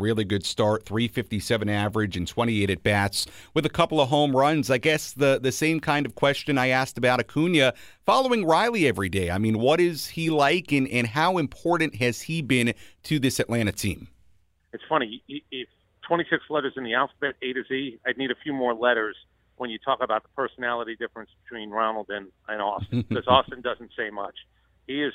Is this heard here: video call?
no